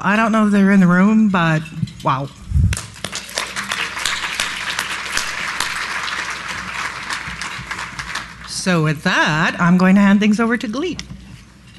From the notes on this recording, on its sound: Live Broadcast at the The IPBC IGNITE Conference.